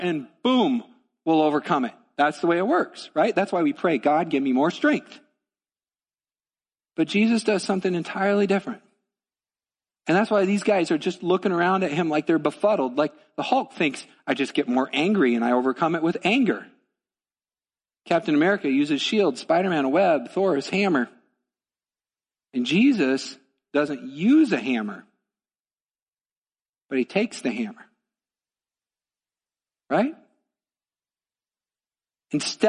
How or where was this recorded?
large echoing room